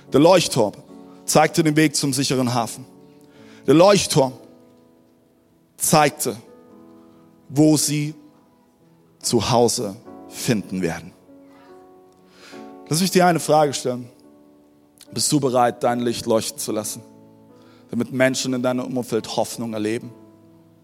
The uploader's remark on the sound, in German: Audiomitschnitt der Predigt vom 12.